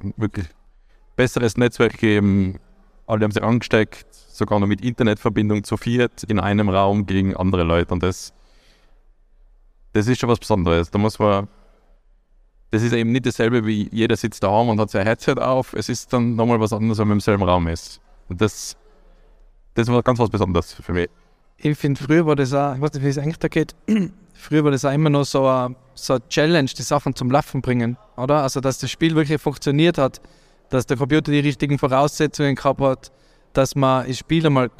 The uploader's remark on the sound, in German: Live Podcast aus der Pineapps Gaming Area